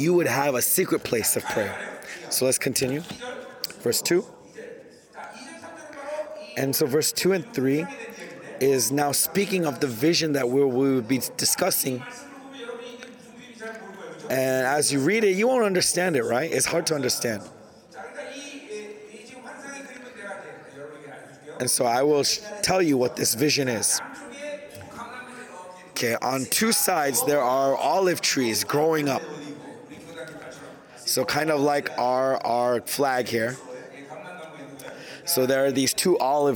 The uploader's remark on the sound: Global Remnant Conference. Conference sermon.